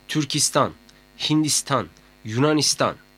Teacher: İstan ile biten coğrafi adlarda vurgu son hece üzerindedir.